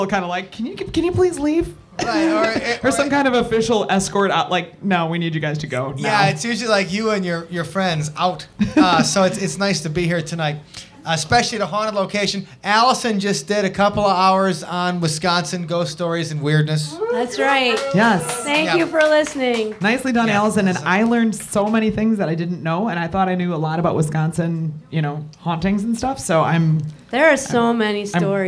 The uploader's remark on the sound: Live from the Haunted Old Baraboo Inn